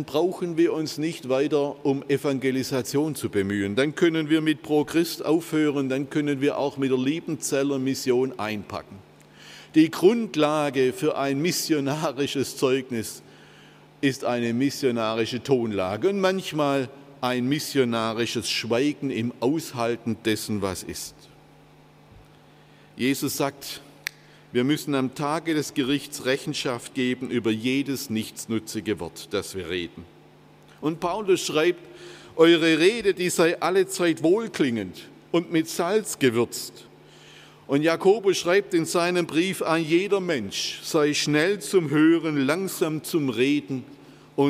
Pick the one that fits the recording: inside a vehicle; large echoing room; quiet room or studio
large echoing room